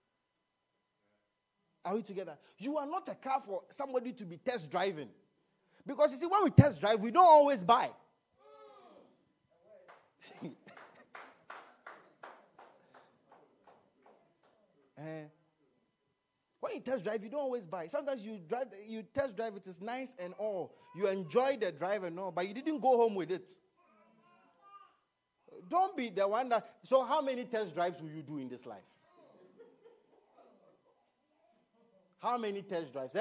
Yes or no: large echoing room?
yes